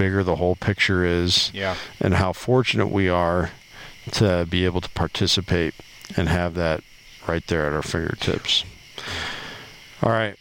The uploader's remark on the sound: LIVE Around The Campfire